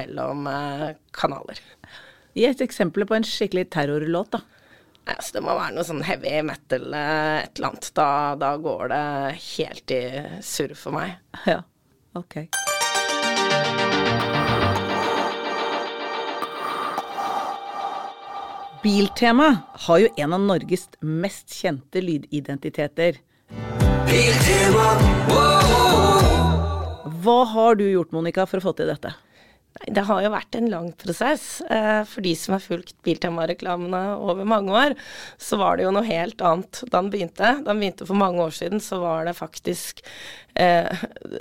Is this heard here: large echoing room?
no